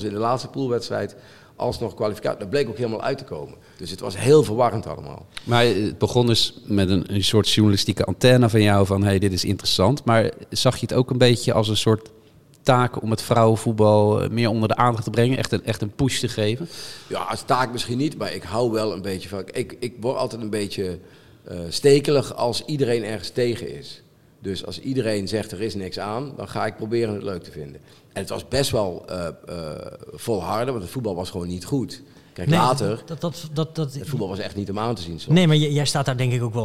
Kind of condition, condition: setting, busy venue